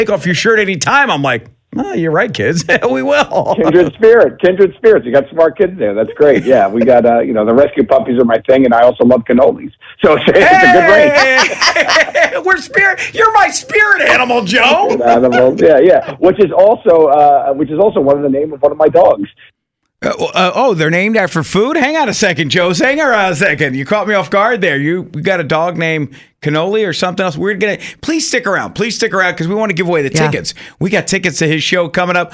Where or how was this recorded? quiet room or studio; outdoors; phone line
phone line